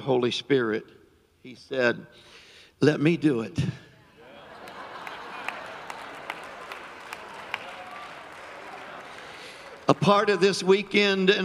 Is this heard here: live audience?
yes